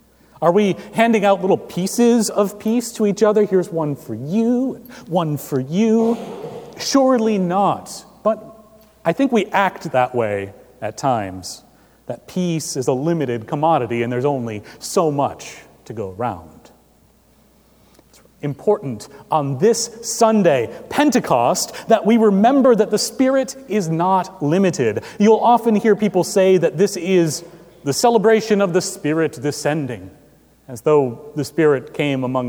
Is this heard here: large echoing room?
yes